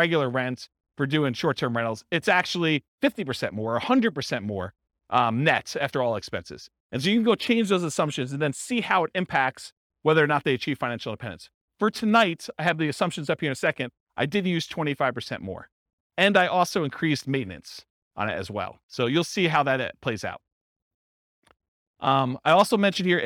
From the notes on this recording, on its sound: This was a live class recorded